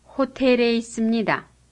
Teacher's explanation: Notice that the L in hotel changes to R when it's followed by a vowel